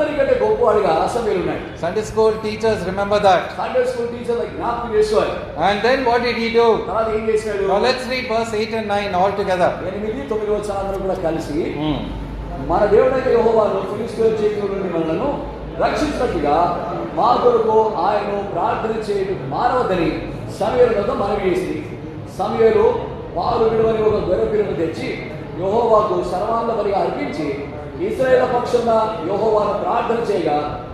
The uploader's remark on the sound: Recording of a sermon given in church.